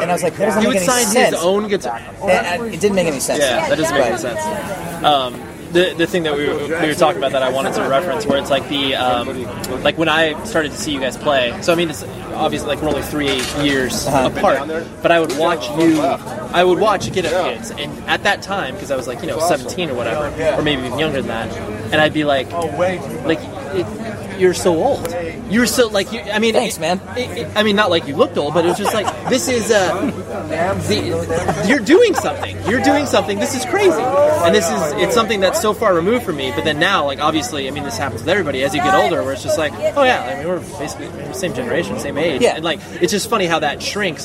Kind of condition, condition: fault, background noise